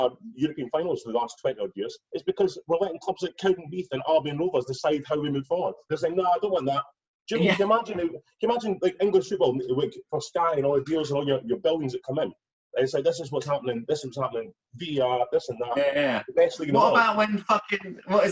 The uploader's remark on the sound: on their zoom pod